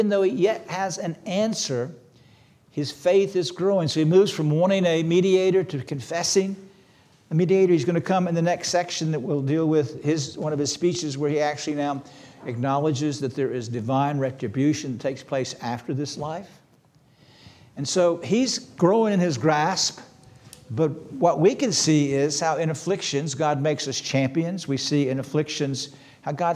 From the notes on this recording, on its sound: This sermon was preached on March 26, 2023 at Antioch Presbyterian Church. At Antioch Presbyterian Church, a mission work of Calvary Presbytery of the Presbyterian Church in America located in Woodruff, South Carolina.